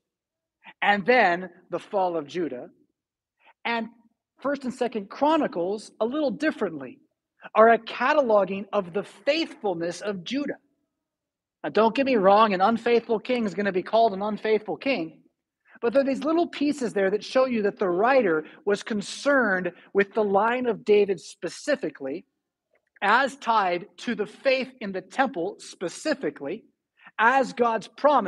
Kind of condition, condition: setting, large echoing room